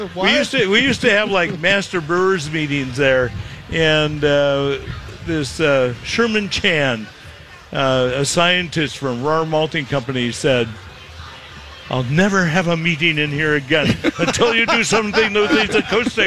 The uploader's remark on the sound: Live from the Fair. Live from the Great Minnesota Get Together.